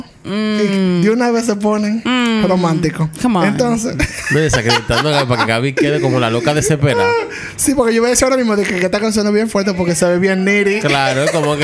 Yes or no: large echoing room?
no